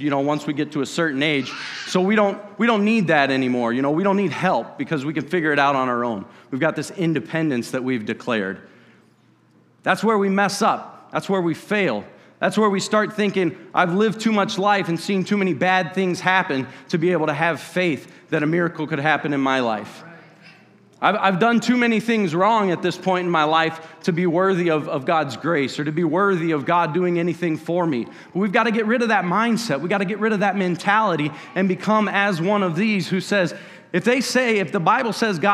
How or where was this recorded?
large echoing room